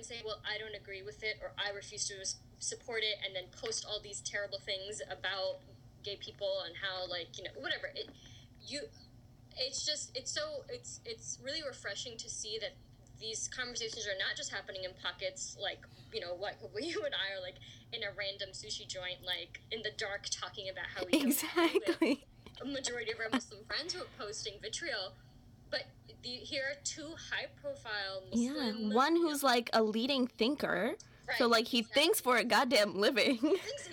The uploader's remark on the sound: bad sound quality